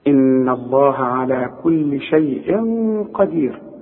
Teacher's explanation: الشين مفتوحه، الياء ساكنه، عند الوصل لا مد، عند الوقف حركتين واربعه وسته